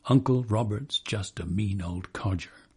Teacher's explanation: But there's something about the way each foot, as it's called, each group of two syllables, has a falling rhythm that makes the verse line go to ground, so to speak, after each foot, giving it a certain dangerousness. · Term: trochees